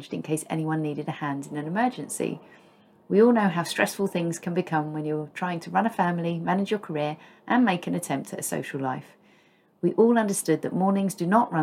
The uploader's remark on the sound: Added sound effects thanks to Storm Eunice finding her way through the gaps in the windows.